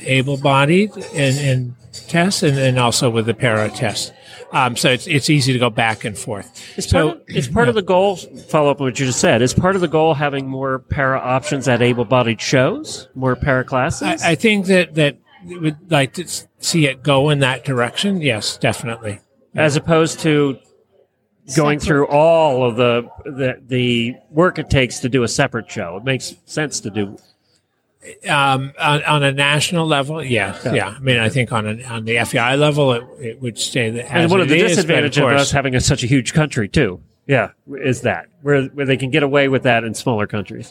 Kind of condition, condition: setting, busy venue